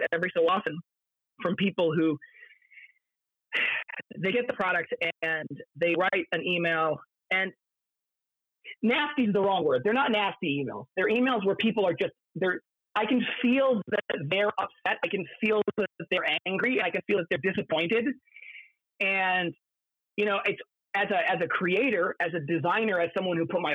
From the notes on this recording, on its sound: phone interview